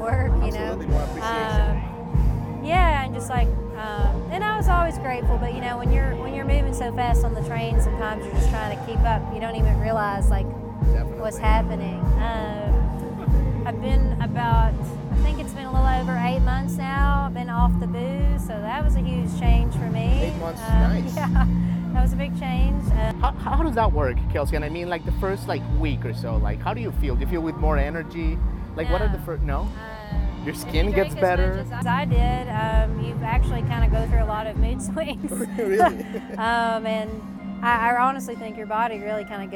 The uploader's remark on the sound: after her set at Master Musicians Festival for a quick chat